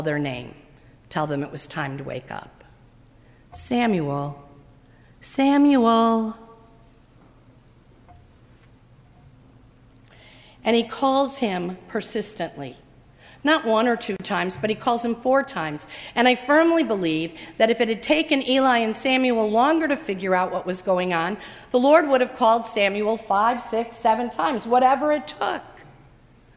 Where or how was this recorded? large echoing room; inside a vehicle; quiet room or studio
large echoing room